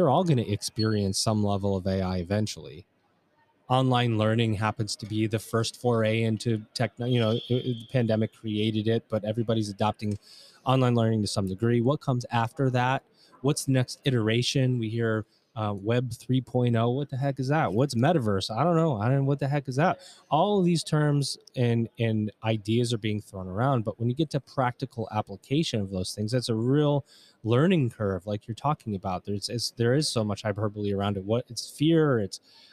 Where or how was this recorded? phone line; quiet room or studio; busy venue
busy venue